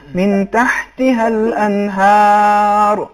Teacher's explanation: اگر ہم یہاں پہ وقف کریں گے، ٹھہریں گے، اس صورت میں حرف را ساکن ہو جائے گا، لیکن اس سے پہلے چونکہ الف ہے، فتحہ ہے، لہذا حرف را کی تفخیم ہوگی.